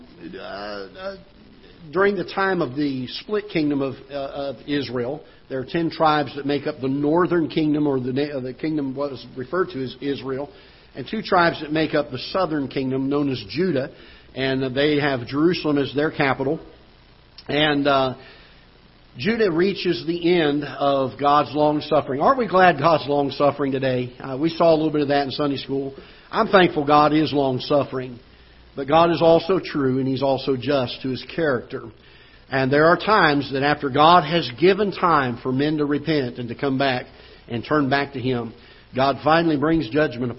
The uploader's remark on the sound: Ketha Heights Baptist Church ~ Live Broadcast